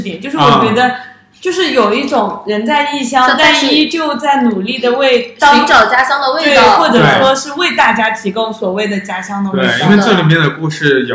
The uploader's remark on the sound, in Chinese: 音质问题我们尽力了TAT，但还是有不完美的地方